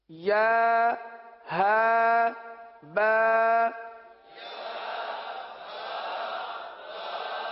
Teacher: یعنی ایک حرف ادا کریں، تھوڑا سا رک جائیں، اگلے حرف کو اس کے مخرج سے ادا کرنے کے لیے یہ رکنا ہوا، کیونکہ یا جو ہے یہ وسطِ لسان وسطِ تالو، زبان کے درمیان اور تالو کے درمیان سے ادا ہوتا ہے، اور ہا جو سینے سے متصل حلق ہے یہاں سے ادا ہوتا ہے